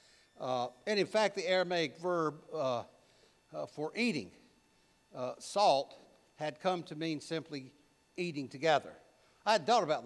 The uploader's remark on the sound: preached at All Saints Anglican Church in Charlottesville, VA on May 21, 2023